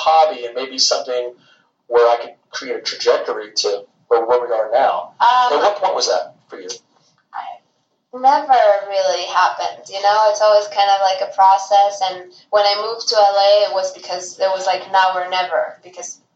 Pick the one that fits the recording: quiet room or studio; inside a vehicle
inside a vehicle